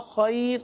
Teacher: دیکھیں آپ نے وصلن پڑھا، جب وصل میں پڑھا تو خیرون پڑھا تو را پر دو پیش کی تنوین ہے، اس وقت را کو پر پڑھیں گے، اور جب وقف میں پڑھا خیر تو را کو باریک پڑھا